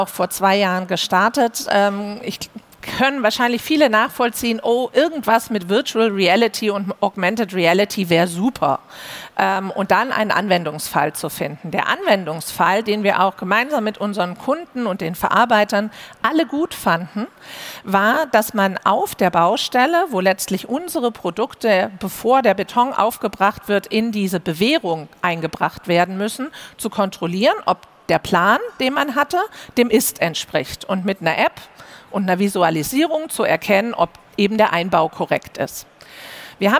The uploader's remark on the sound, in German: Live Event. Wir sind zum 20igsten Jubiläum live auf der digitalen Messe der Baubranche digitalBAU zu Gast.